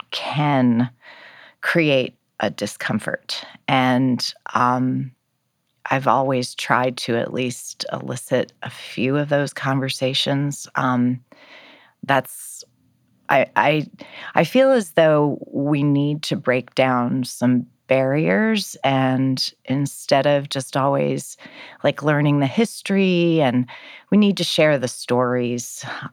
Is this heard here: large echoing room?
no